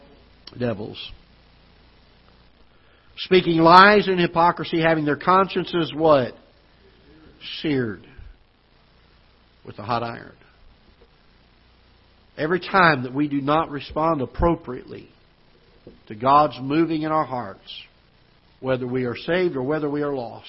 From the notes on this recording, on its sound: Ketha Heights Baptist Church ~ Live Broadcast.